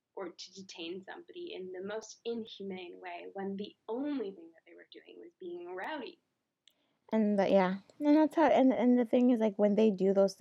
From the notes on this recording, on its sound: the audio is TRASH on this episode